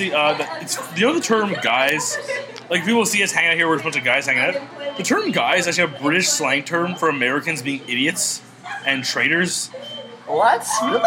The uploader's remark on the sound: (Tim Hortons in pointe-claire to be specific). Bad audio, and sounds of asian chicks talking beside us.